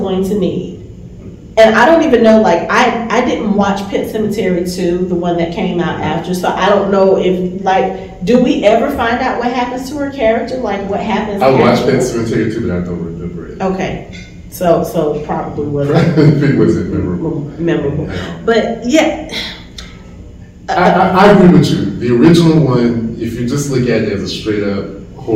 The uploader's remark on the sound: Recorded live from Monsterama Con in Atlanta.